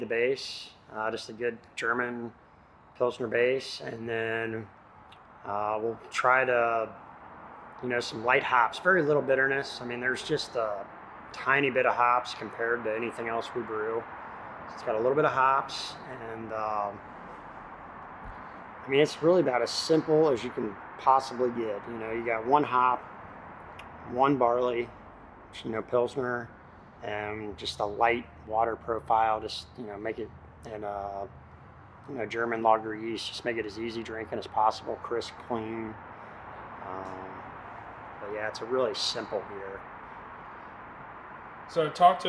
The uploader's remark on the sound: Third Eye Brewing Company in Sharonville, Ohio. This episode was recorded at Third Eye Brewing Company.